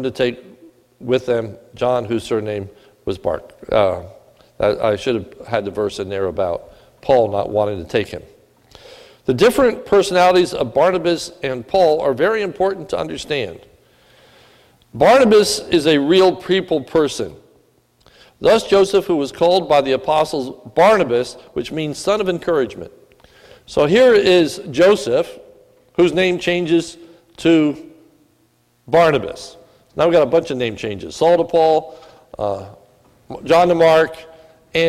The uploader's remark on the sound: This is a sermon recorded at the Lebanon Bible Fellowship Church at the Lebanon Bible Fellowship Church in Lebanon, PA on 12/3/2017 during the evening service